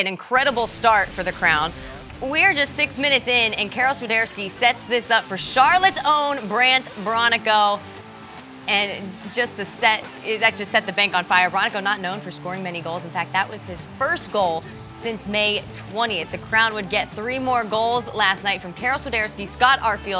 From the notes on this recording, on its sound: Live from Spartanburg Panthers Training Camp